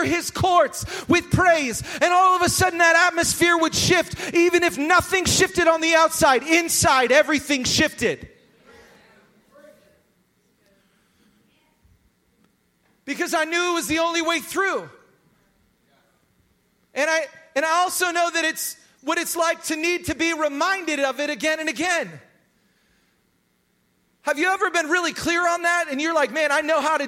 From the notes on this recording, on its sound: Recorded live at Hope Church in Springfield, Mo.